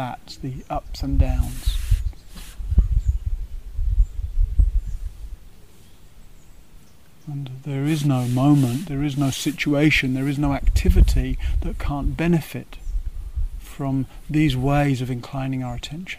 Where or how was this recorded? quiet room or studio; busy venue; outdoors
outdoors